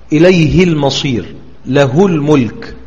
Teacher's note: فقد اتفق جميع القراء على قصر هاء الضمير إذا وقعت قبل الساكن، سواء كانت مسبوقة بالساكن أو مسبوقة بالمتحرك.